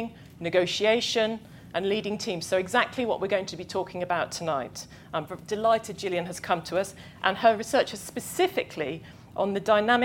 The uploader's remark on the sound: This is an edited live-recording of an event the FT hosted in July.